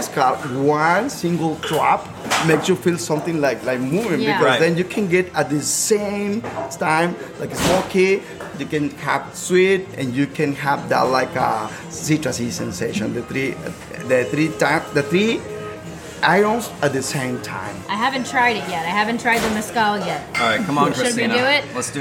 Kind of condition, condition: setting, busy venue